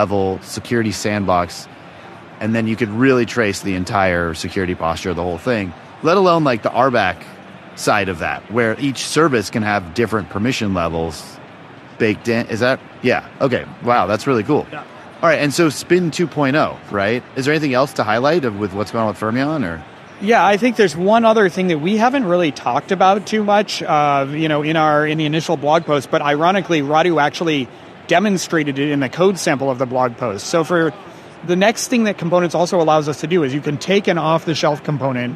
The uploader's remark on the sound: Live From KubeCon 2023